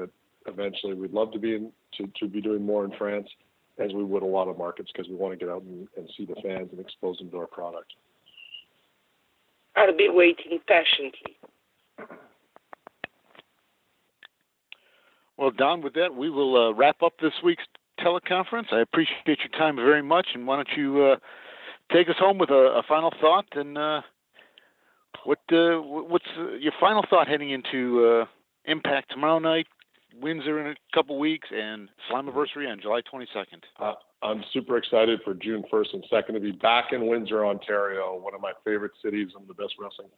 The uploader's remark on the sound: This is the full audio from the May 16, 2018 Impact Media Call.